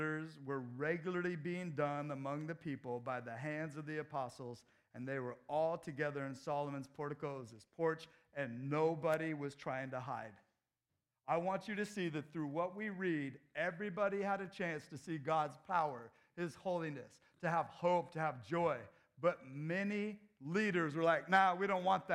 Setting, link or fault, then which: setting, large echoing room